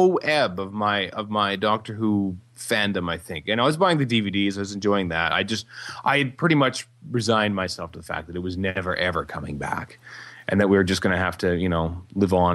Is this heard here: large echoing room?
no